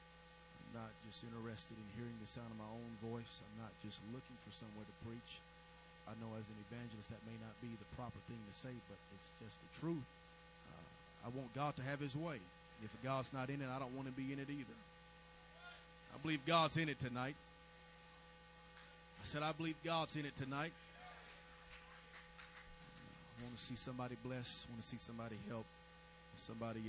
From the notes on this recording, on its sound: May have to listen with headphones due to low volume recording audio